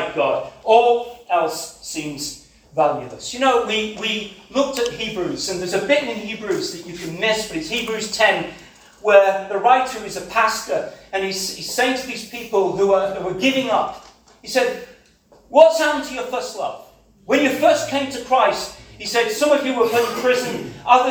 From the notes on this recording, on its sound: This sermon was preached. At CCM Ladybarn.